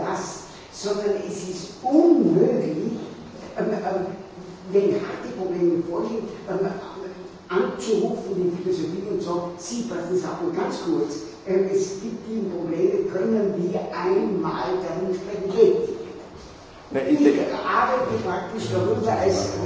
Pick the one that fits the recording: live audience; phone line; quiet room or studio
live audience